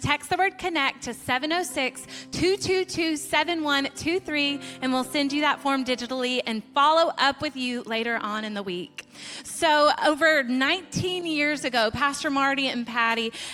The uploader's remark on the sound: Recorded live at Stevens Creek Church.